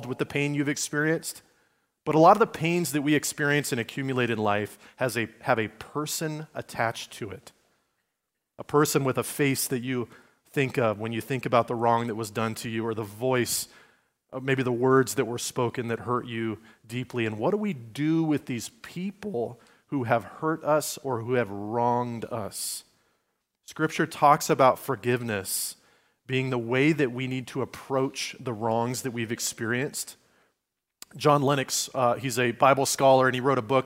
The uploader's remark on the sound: Recorded at Liferoads Church on Sunday, December 3, 2023, in Spokane, Washington.